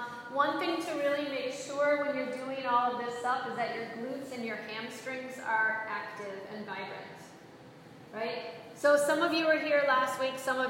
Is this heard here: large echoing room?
yes